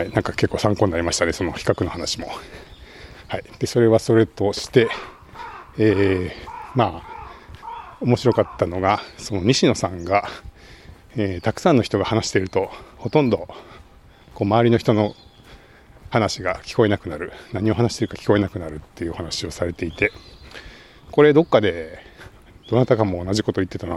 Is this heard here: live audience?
no